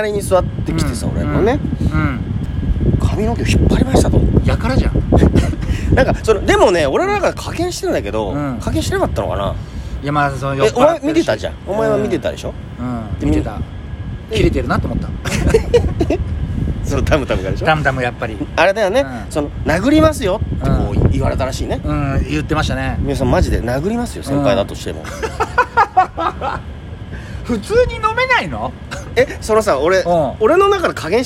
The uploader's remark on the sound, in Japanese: 東洋館屋上での録音のため音声悪いです